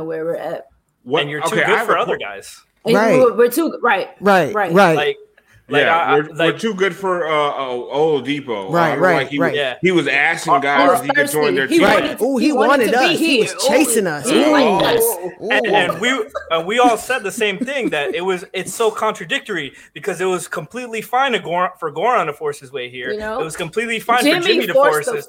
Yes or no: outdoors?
no